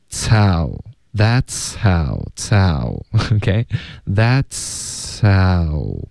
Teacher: 了一点 H 的音了，OK、可是问题是这个结尾是进入到一个嘶的音，所以你送气呢是一个摩擦音，that's，对吧，持续这个音连发到 H 的时候会发生什么呢，这个 H 的音又听不见了。为什么呢？因为你的送气 That's how 这个你连发过去，大家就只能听到一个嘶的音，所以它不是一个 sow 直接从嘶进入到 ow，也可以听到一点送气。所以写它的实际发音的时候呢，我有时候会别扭，因为我是唯一会写实际发音的老师，可是就是大家就别只光看音标，这个时候呢你要靠 feel，你要靠感觉。OK，这里呢 that's 的这个呲的音呢后面会带一点送气的感觉，接着这个嘶的音，然后再进入到 ow，大家听一下。OK， tow that's how tow OK that'show，这个 H 的音有一点被前面的呲的音盖住了，不太能听出来，可是还在，因为你一直在连发连读，在连贯的一致的送气出来。 That's how That'show，有没有听到一个 H